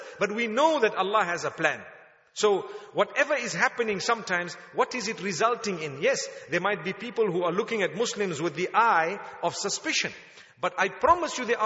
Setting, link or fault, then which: setting, large echoing room